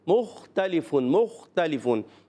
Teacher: تو خا کو حرف مستعلیہ میں سے موٹا پڑھیں گے